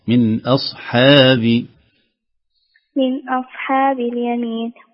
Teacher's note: من أصحاب رقيق الحاء وليس من أصحابي